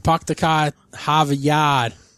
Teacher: drop R's following a vowel that aren't followed by another vowel